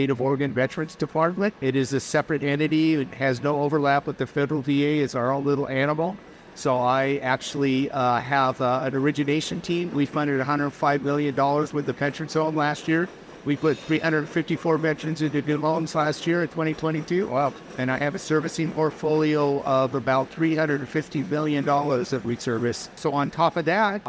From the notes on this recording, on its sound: recorded at DME 2023